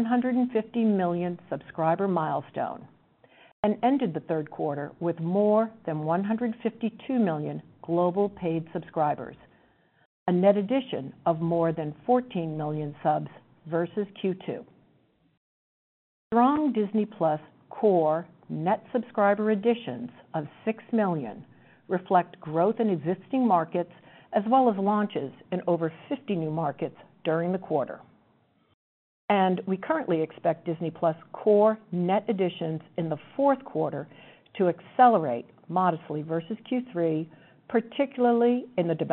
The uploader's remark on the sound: Earnings Conference Call